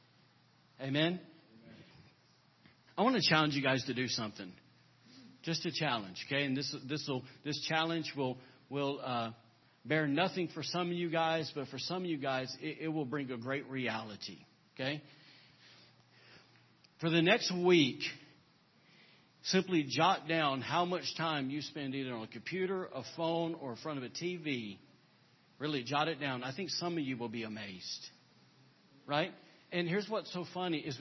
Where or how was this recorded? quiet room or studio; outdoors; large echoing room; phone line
large echoing room